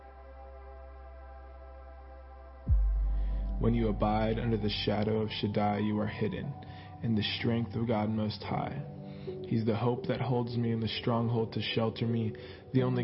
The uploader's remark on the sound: Sunday Morning Service